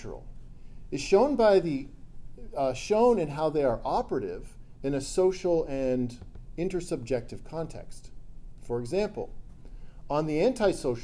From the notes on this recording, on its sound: This lecture was given on November 18th, 2023, at University of South Florida.